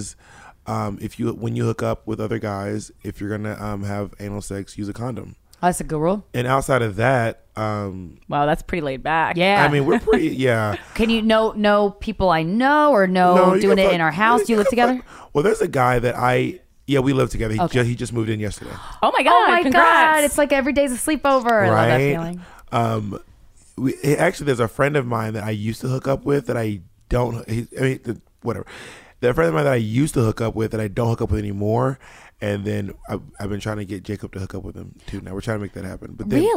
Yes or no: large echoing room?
no